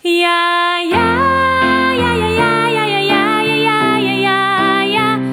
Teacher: Dus de je-klank, die glijdende medeklinker